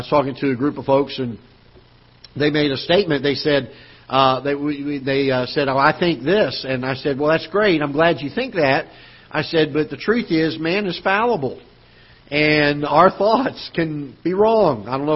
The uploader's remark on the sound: Ketha Heights Baptist Church ~ Live Broadcast